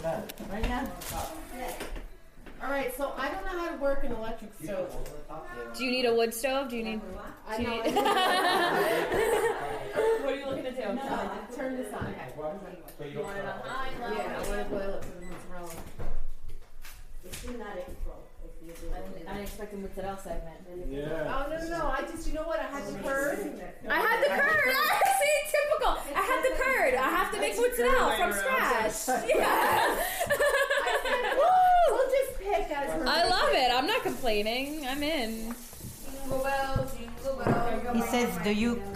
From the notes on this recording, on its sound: The Sounds of an Italian American Kitchen at Christmas Time. It's really about the people and the conversations that go on around the counter and the oven while those treats are being made. This episode is mostly those conversations, and a lot of Italian American kitchen background noise.